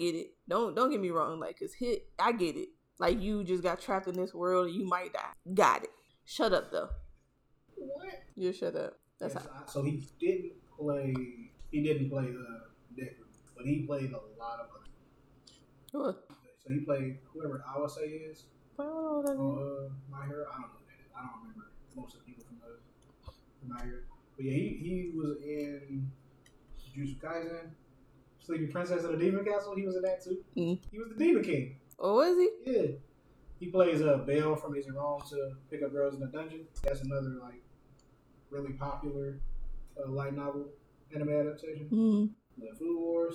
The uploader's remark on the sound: Apologies for the audio this episode.